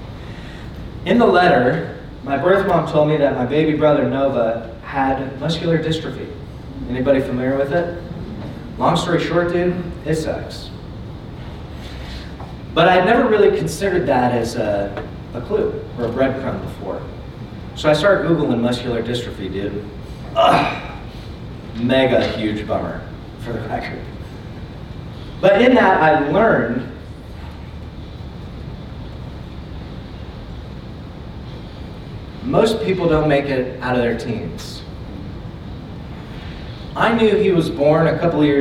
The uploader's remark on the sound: Keynote Presentation from Emergence '23. I recently presented at the annual Emergence Conference in Orange County.